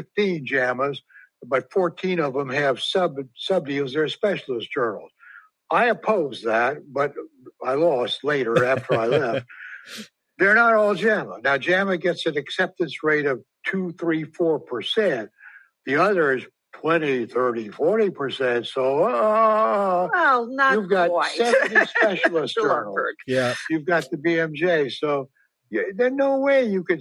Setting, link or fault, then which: link, video call